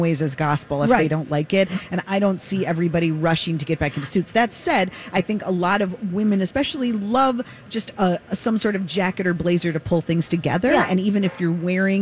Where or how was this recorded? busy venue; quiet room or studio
busy venue